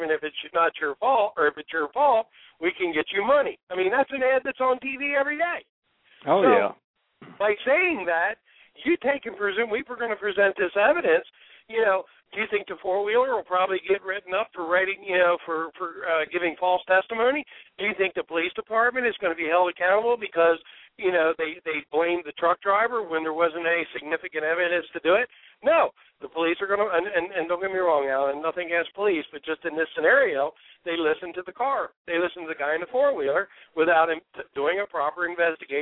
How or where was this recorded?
phone line